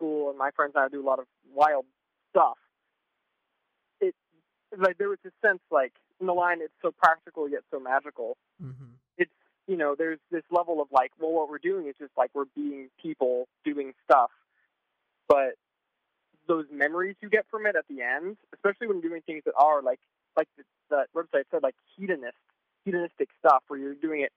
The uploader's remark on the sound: a special live call in show